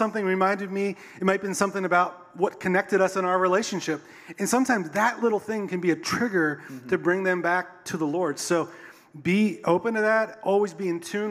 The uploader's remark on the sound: Recorded a Podcast Live On Stage. Recorded last Sunday on stage.